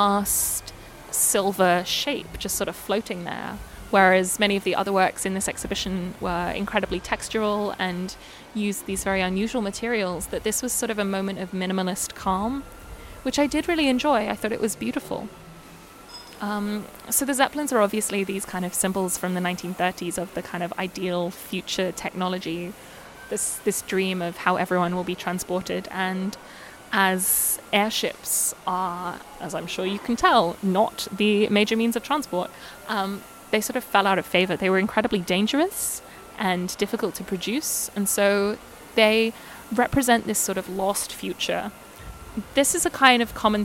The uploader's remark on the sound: This episode also has a return to the background noise plague, sorry.